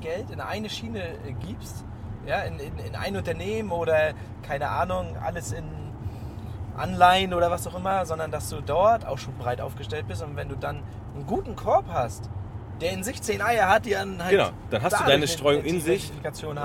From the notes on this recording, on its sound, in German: Auf dem Weg zum Fondskongress haben wir eine Folge für euch im Auto aufgenommen. Die ungewohnte Tonqualität bitte wir zu verzeihen.